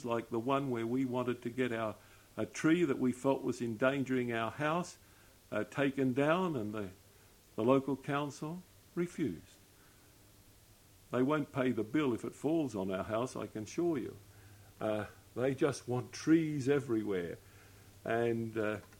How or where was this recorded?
large echoing room